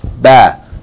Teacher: Closing the lips. Unlike wow that we had today, you have to close the lips for ba.